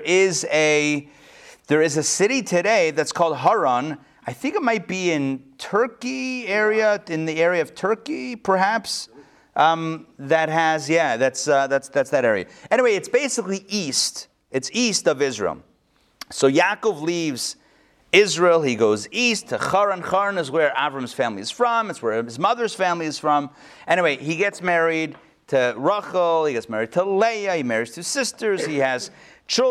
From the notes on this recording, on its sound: Recorded live at the Intown Jewish Academy